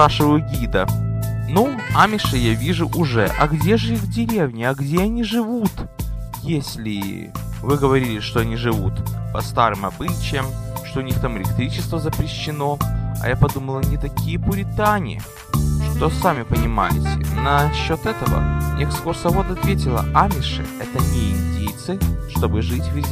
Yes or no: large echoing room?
no